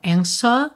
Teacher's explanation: a gente não pronuncia esse W mesmo com som de U